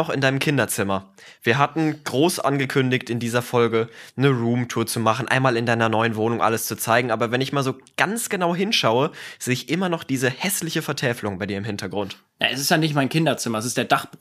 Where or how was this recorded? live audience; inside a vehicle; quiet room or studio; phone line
quiet room or studio